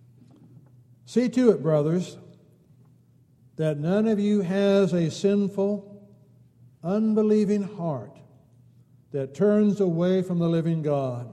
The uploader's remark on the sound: Downtown Church Of Christ Audio Sermon